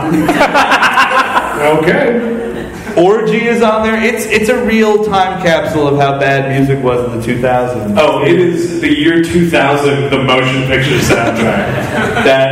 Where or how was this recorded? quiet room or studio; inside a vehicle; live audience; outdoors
live audience